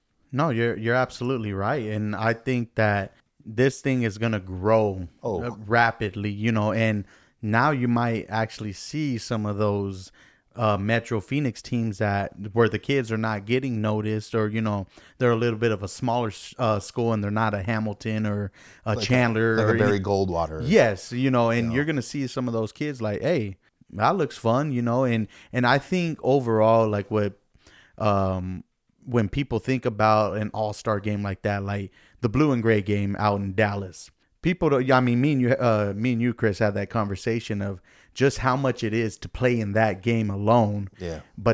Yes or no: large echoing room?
no